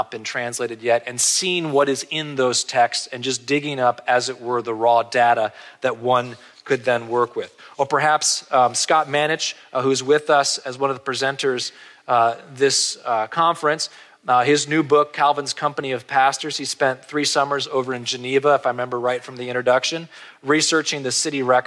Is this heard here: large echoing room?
yes